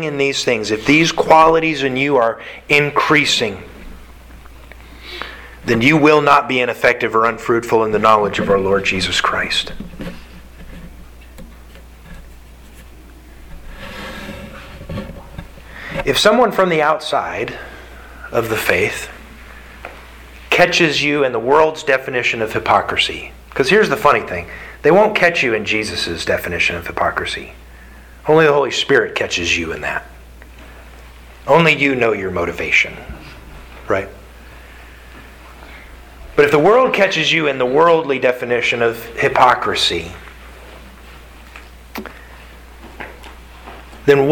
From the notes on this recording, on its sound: Sermon delivered to the Galena Bible Church